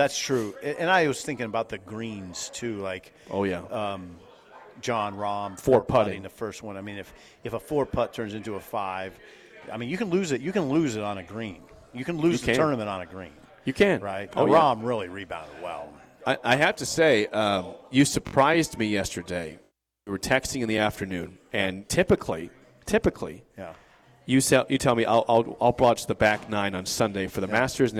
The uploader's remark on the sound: live from Double Eagle Golf!